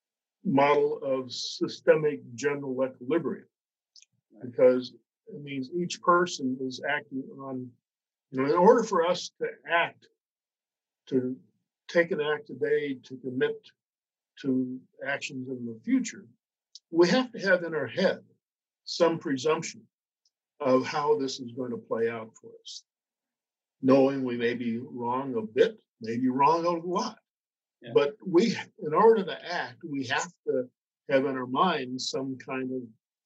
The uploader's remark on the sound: Due to the nature of this recording, listeners may find the audio quality reduced for this episode.